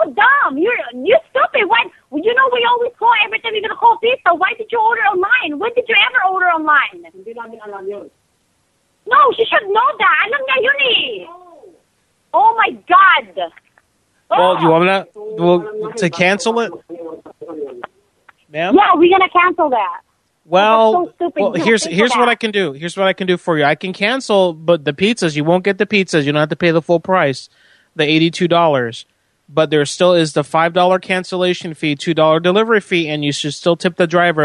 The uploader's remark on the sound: Prank Phone Calls Collection